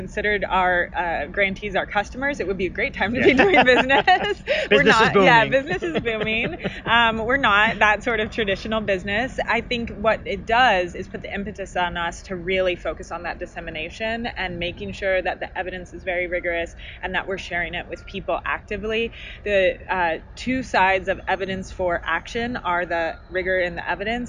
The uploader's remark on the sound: mini episode recorded at South by Southwest